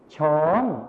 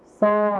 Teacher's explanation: ในภาษาไทยมาตรฐานนะครับเราจะใช้ชอช้างนั่นเองส่วนในภาษาถิ่นอีสานนะครับเราจะใช้ซอโซ่นั่นเองครับ